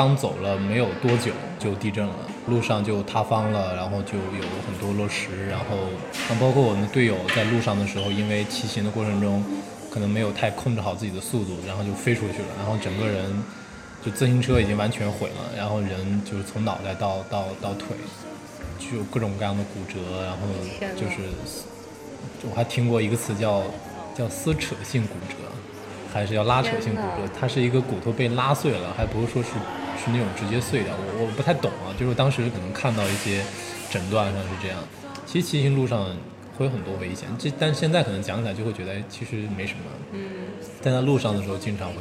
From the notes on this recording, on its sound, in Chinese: 在他活动间隙在798的一家咖啡厅跟他聊了聊他的经历、他的纠结。因为在外面录音，嘈杂的背景音也不免会被收录。